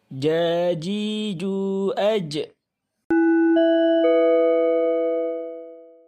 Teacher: Huruf jim keluar dari lidah bagian tengah pada posisi langit-langit bagian atas.